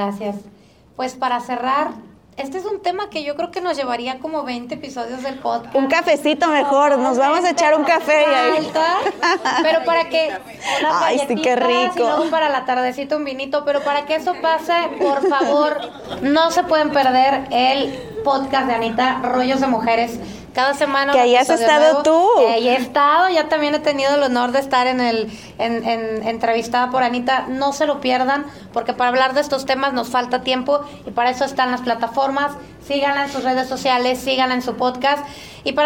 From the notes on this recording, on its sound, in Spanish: Este episodio fue grabado en la conferencia